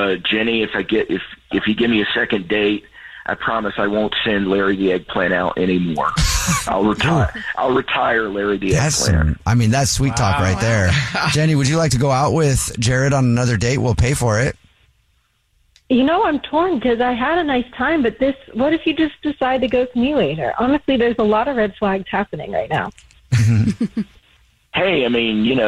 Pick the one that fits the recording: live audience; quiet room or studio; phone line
phone line